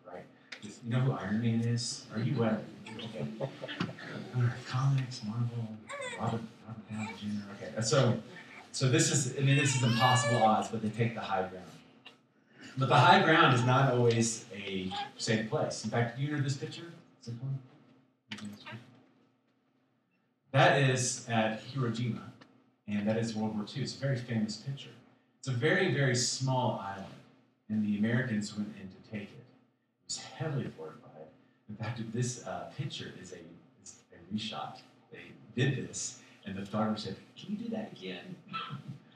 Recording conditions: poor sound quality